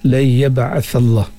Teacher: Lay yab'ath Allah, nun mati berjumpa dengan ya idgham ma'al ghunnah, dengan dengung pada huruf nun mati apabila bertemu dengan huruf ya